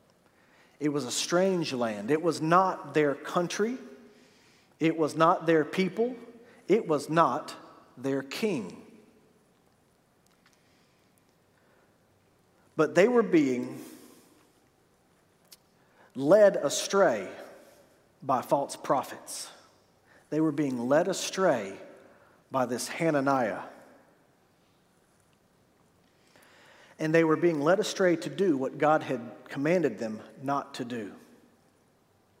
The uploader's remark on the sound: This is a weekly listing of live sermons from First Baptist Church in Fort Walton Beach, Florida.